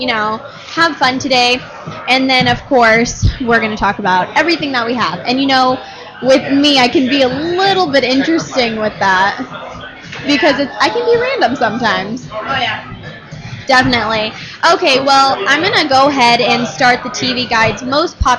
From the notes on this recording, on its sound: Live From The Microsoft Store. We are on location at the Fashion Sqaure Mall in Scottsdale, AZ in the Microsoft Store. Two girls that happened to be in the Microsoft store decided they would say Hi to you too!